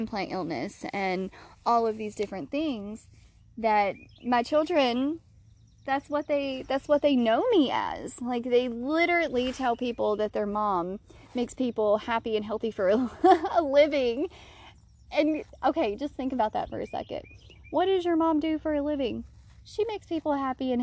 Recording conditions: outdoors